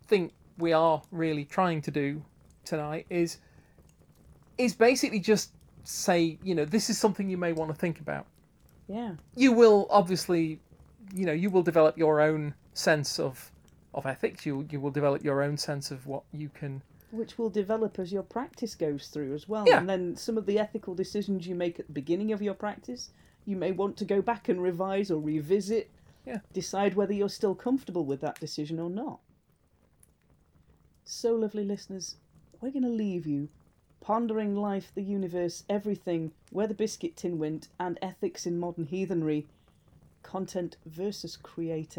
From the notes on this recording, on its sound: Background fire ambience